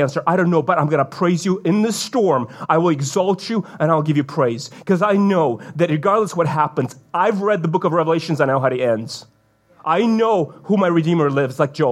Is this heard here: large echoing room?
yes